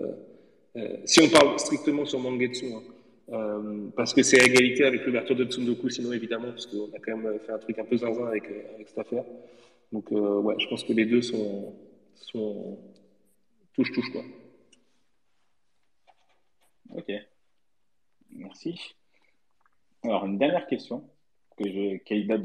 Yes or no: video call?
yes